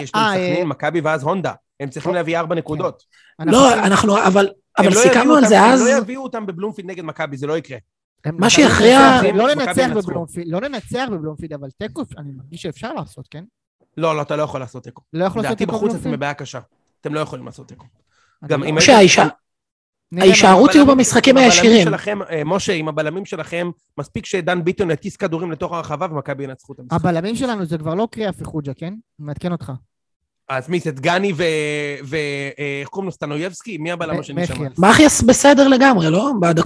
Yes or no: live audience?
no